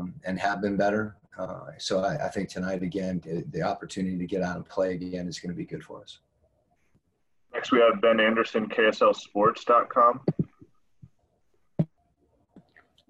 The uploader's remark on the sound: Talked to the media via Zoom conference before the Jazz took on the Miami Heat in their second exhibition game in Orlando, Florida.